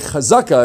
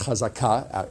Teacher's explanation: in modern Hebrew, or in actually all Hebrew, it should be pronounced chazaka, accent on the final syllable · Shown in: second take